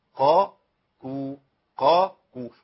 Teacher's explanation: قاف بعدها كاف والاثنين فيهم شبه في الصوت، واحده فيهم قويه مفخمه مستعليه، واحده فيهم مرققه مستفله ضعيفه